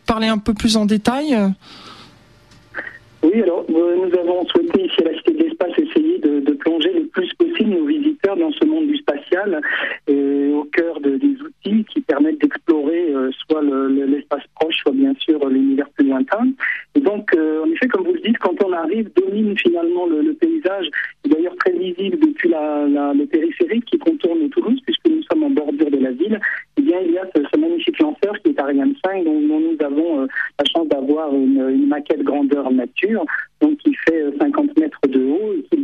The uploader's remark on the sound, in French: Directeur des programmes à la Cité de l'espace de Toulouse (par téléphone).